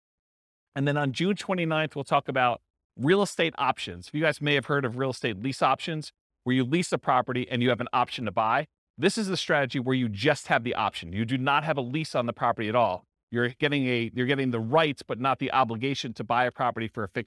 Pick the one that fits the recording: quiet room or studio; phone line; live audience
live audience